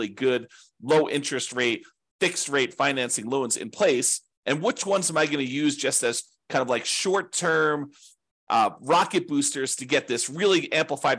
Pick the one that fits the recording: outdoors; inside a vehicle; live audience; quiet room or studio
quiet room or studio